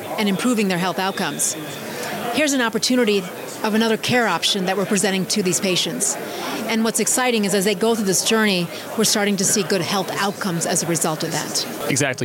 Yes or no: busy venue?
yes